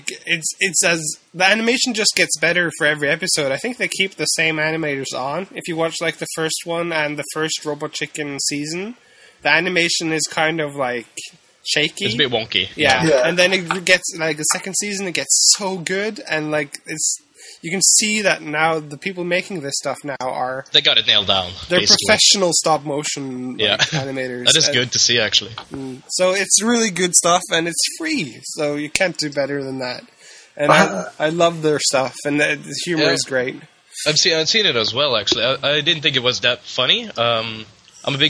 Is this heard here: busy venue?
no